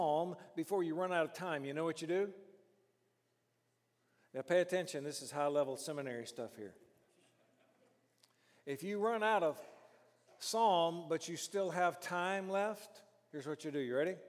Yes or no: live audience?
yes